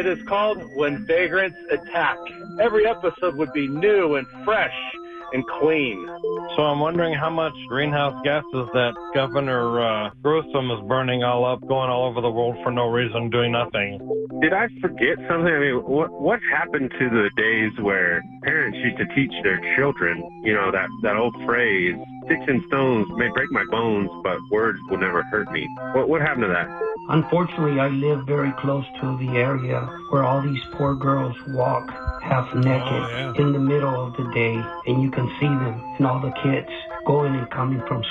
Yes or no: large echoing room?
no